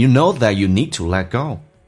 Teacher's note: Need 的 D 去掉,Let 的 T 去掉，这都叫略音，因为后面是以辅音开头